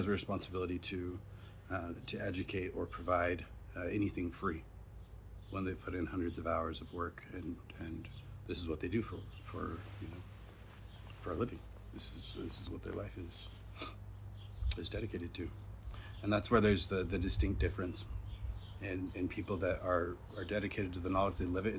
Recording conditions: phone or laptop microphone